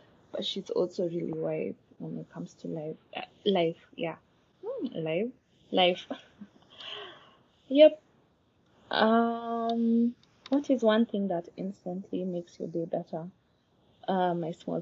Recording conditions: background noise